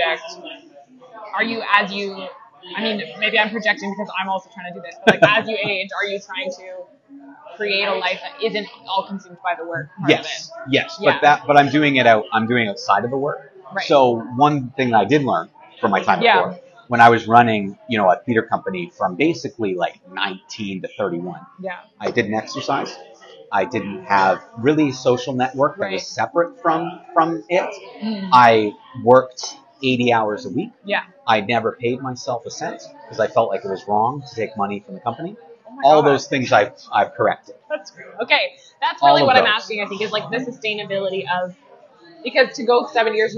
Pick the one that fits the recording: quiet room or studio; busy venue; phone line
busy venue